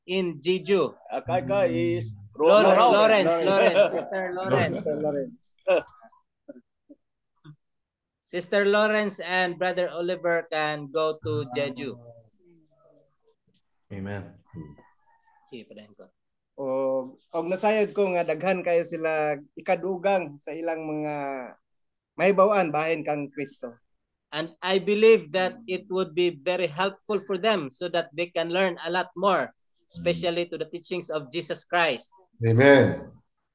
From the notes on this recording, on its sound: Zoom meeting.